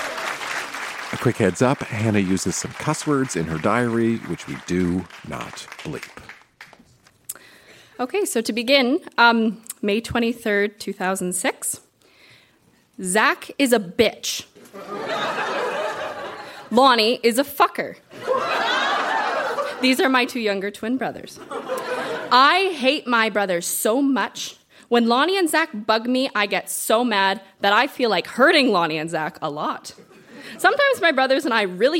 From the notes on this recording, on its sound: Recorded live at The Artesian in Regina.